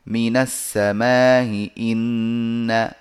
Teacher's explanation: لاحظ أن الضغط والاتكاء يكون على الهمزة الثانية